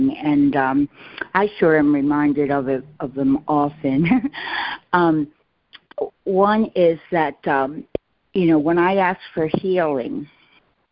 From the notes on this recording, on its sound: ACIM Daily Conference Call.